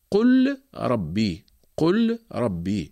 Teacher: مثال حرف الراء قول الله تعالى قل ربي، قل ربي، هنا اللام جاءت في الفعل ساكنة متطرفة، قل، بعدها جاء حرف الراء ربي، هنا نقوم بإدغام اللام في الراء ونحذف السكون من فوق اللام ونقوم بتشديد الراء · Term: الإدغام